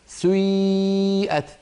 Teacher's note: تبدأين بضمة ثم تتبعينها بكسرة بعدها ياء خالصة